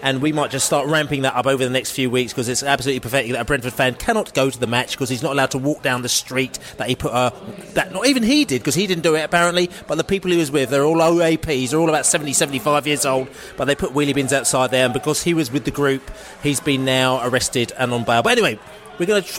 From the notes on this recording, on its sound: hooked up at the George IV pub in Chiswick High Rd for an end-of-season-party